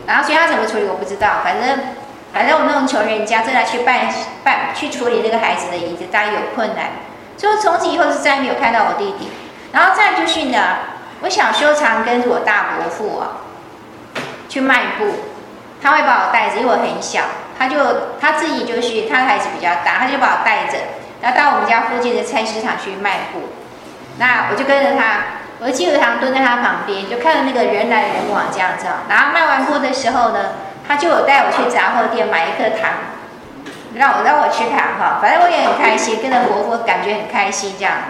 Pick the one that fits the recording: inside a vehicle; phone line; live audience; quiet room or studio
live audience